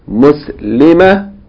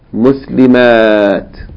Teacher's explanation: In pronunciation, the only difference between the singular and plural is the shortness and length of the A.